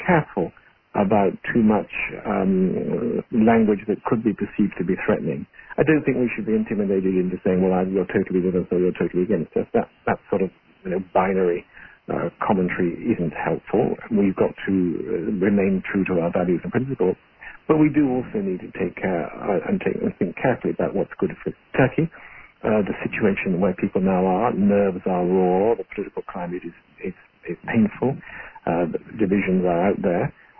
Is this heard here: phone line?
yes